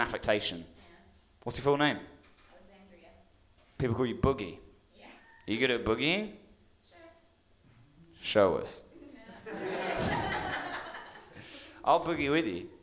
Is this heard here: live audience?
yes